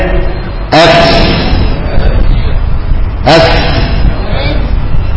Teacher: ومعايا كده اف اف، لو قلت اف يبقى مخرج دي في بالانجليزي، لكن اف دي عايزه الثنايا العليا تنغرز في بطن الشفة السفلى · Term: الفاء